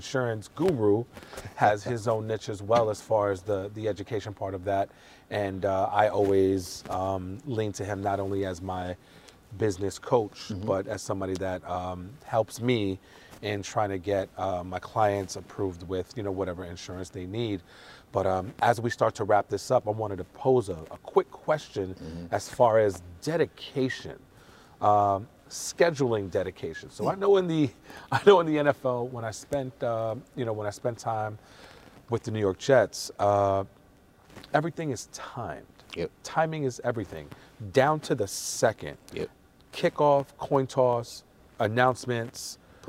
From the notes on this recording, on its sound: LIVE FROM THE COLOSSEUM. We're live from The Nassau Colosseum home to the Long Island Nets.